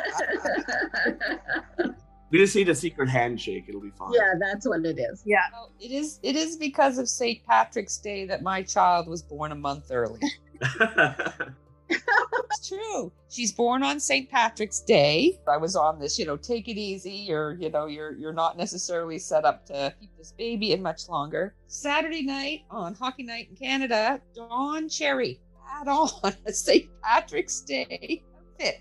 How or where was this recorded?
video call